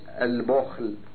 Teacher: قرأ الباقون بضم الباء وسكون الخاء